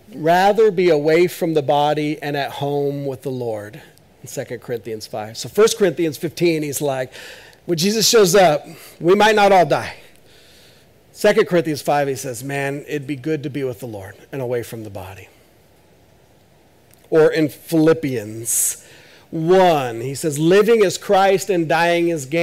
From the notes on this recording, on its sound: This is audio ripped from the Live Service video.